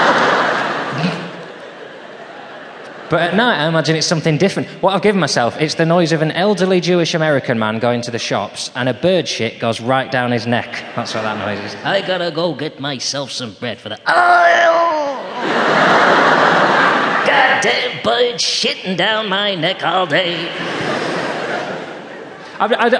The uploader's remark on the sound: Recorded live in front of a sold out audience at the legendary Hammersmith Apollo.